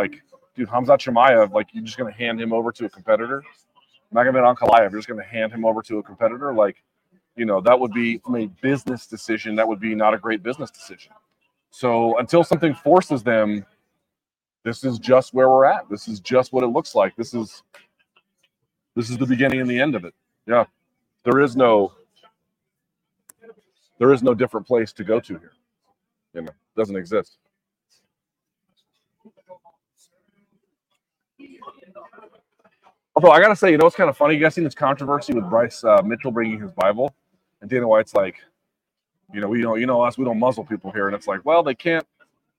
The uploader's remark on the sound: Live from Las Vegas. Live from Canelo-Charlo radio row.